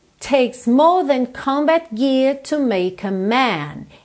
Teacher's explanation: percebe esses R's que não estão enrolados, poderiam estar